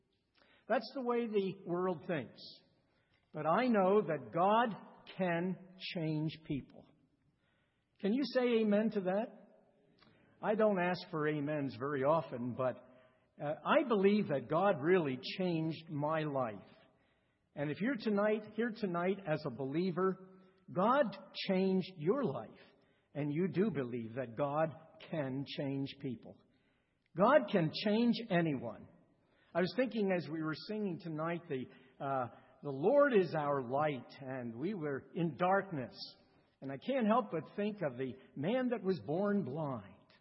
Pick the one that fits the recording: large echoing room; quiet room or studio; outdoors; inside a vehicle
large echoing room